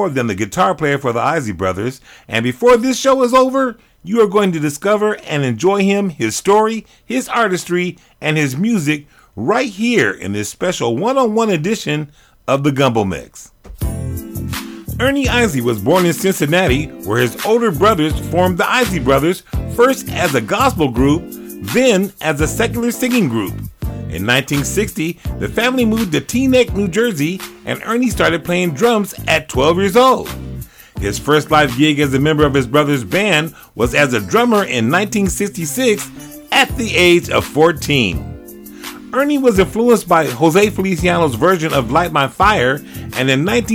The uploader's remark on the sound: telephone interview